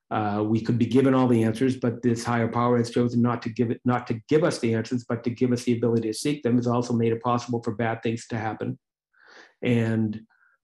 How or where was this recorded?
video call